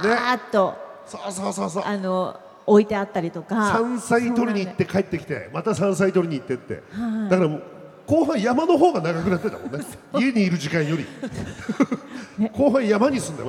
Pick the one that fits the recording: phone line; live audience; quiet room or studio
live audience